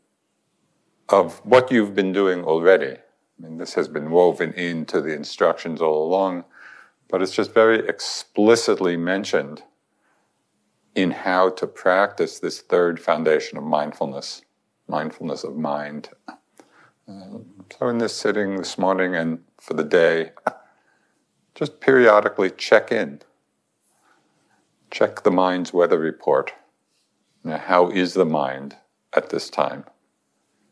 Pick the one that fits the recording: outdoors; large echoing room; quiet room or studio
large echoing room